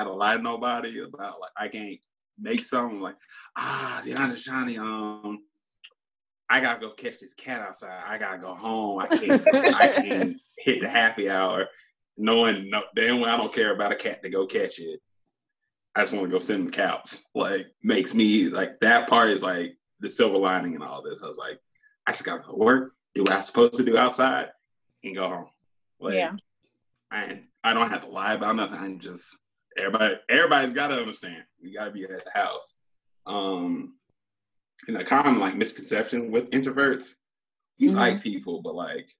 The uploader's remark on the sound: With the implementation of social distancing we've taken to video chatting to record our episodes.